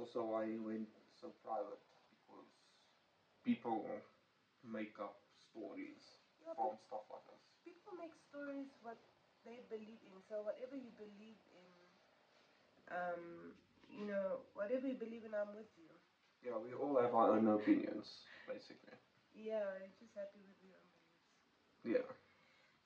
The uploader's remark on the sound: We are aware of the audio quality not being that great, we do apologize for that.